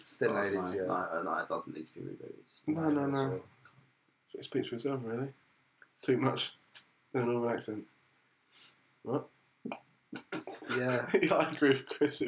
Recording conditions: poor sound quality